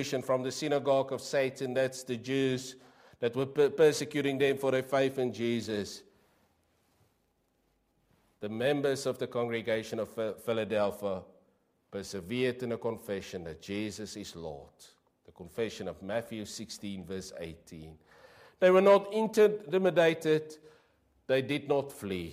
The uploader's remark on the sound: Preached 06/08/23 PM service